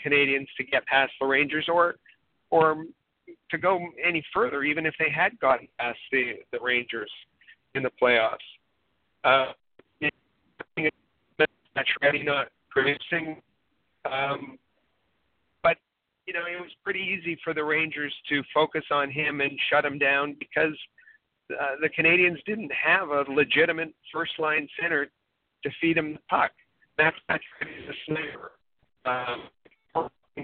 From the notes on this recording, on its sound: we take your phone calls